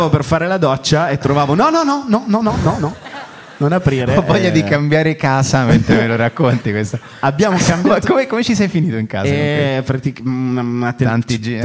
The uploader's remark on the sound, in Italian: Live dal teatro Franco Parenti di Milano. Con gli aneddoti variegati del pubblico milanese, tra giovani lavoratori, studenti fuori sede e molto altro.